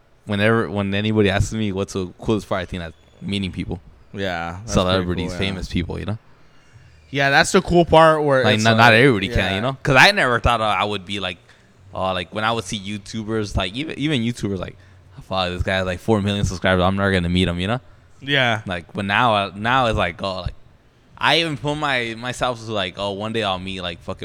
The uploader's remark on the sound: Live from the republic bar in Covina.